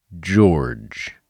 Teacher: So the voiced version of ch is j.